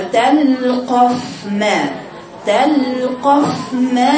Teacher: تبيني بيني رخاوة الفاء وبعدين مخرج الميم